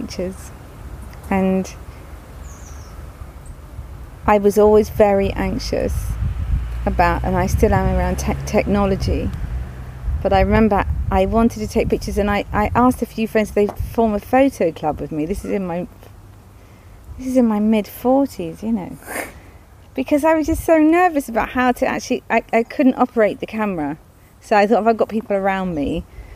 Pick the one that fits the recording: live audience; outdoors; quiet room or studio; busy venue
outdoors